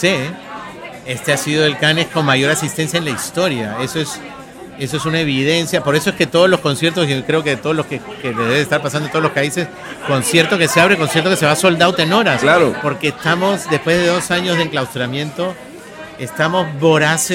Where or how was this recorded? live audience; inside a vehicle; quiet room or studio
live audience